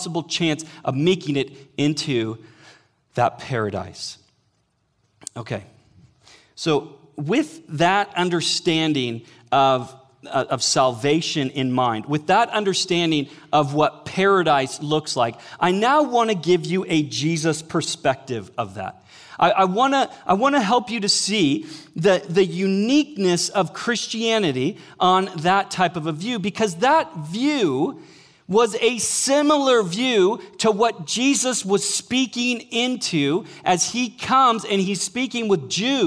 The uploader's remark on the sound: Sermon Audio From Northview Young Adults' Series.